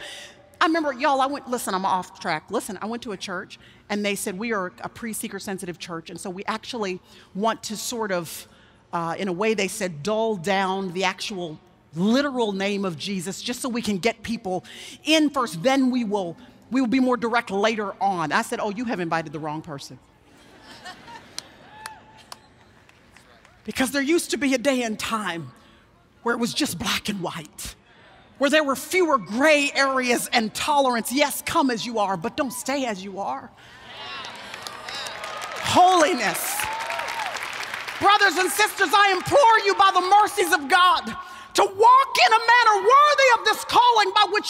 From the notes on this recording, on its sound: Speaks at the 2018 Passion Conference for TBN’s Praise.